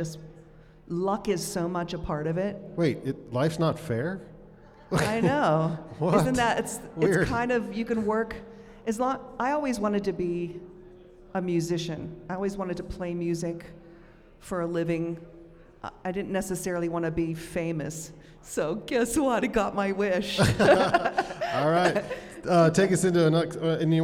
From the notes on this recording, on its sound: Recorded LIVE in front of a studio audience inside the Monarch Building in the heart of Ogden's Nine Rails Arts District.